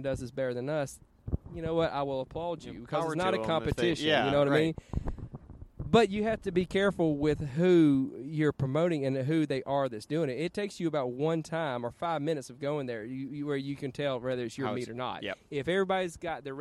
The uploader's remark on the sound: This episode of Cars and Talky is recorded from Birmingham Cars and Coffee. This is the cars and coffee event that I first became a part of while I was attending college.